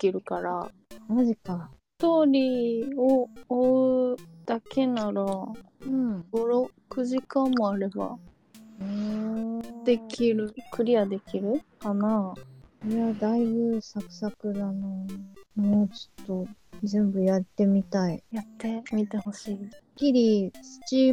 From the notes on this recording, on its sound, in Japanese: 音声が終始乱れております